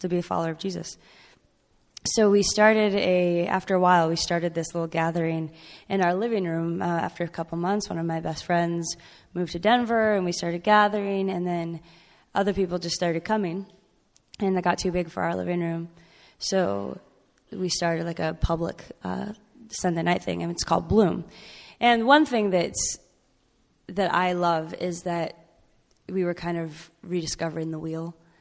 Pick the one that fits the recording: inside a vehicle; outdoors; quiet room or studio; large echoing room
large echoing room